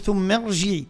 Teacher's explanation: وعندنا الهمزة الوصلي بطبيعة الحال ما قبلها مفتوح فتبنى على الفتح، نقول ثم ارجع. عندنا الراء مفخمة أيضا فصعوبة باش نقعر اللسان بعد ترقيق الثاء والميم